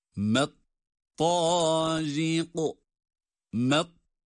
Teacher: ra harfi esre ile geldiği için ra harfini ince ve duruşta kaf harfini kalın ve kalkale ile okuduğumuzu bu kelime üzerinden de hatırlayalım.